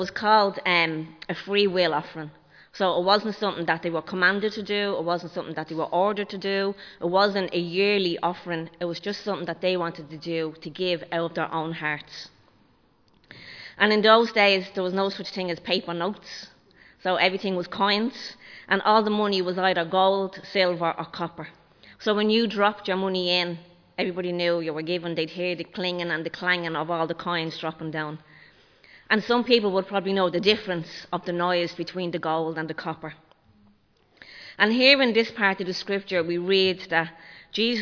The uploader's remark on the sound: Recorded live in Liberty Church on 5 February 2023